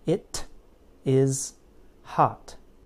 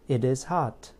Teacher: So the T in it changes to a fast D sound, the bridge between words. · Shown in: second take · It connects the words. · Americans often change the letter T to a fast D sound when a word ends with a vowel plus T, and the next word begins with a vowel.